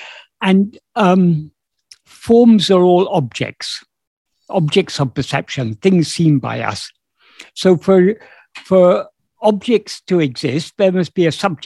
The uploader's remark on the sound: In a Zoom meeting